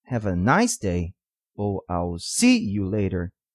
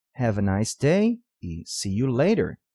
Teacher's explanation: a ênfase correta fica nas palavras day e later · Shown in: second take